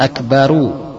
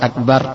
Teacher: Cara menyambungnya dengan akbaru, bukan akbara, bukan akbar · Shown in: first take